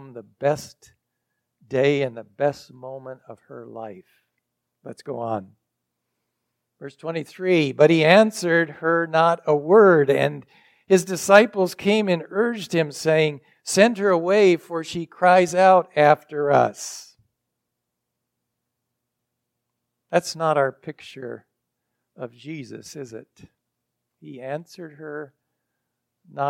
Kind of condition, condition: setting, large echoing room